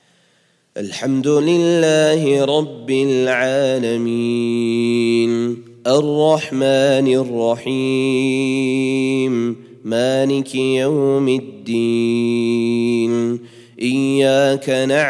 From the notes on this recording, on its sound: at the Houghton Masjid (West Street)